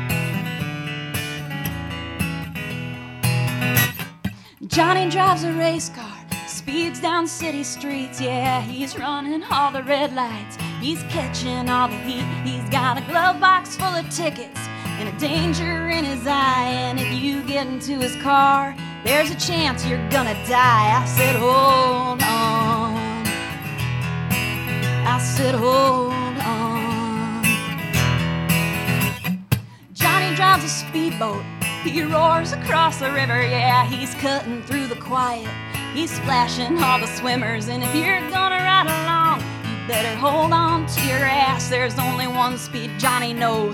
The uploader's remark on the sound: The show is broadcast live from Rowdy’s Smokehouse in Jackson.